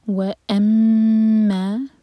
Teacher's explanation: و اما میم پر شدہ تو غنہ کیا جائے گا، دو سیکنڈ ہولڈ کریں گے میم کو. اور ما مد طبعی دو حرکہ لمبا.